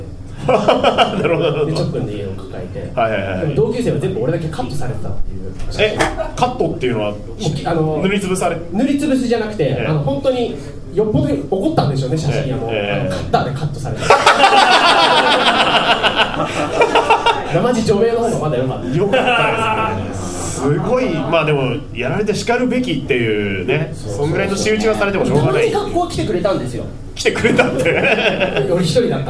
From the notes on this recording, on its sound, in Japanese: 渋谷アシパンで行われたブートレグサイエンス外伝での公開収録バージョンでお届けします。